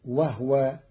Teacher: قرأ قالون كلمة وهو بإسكان الهاء فتصير وهو، والضم والإسكان في لغة العرب.